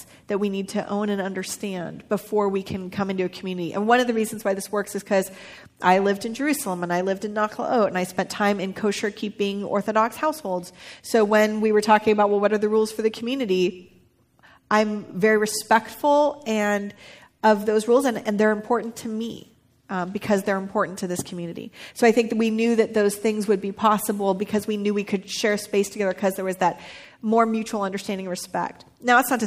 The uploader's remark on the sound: recorded live with members of Spark Church and Etz Chayim, and features questions from the two congregations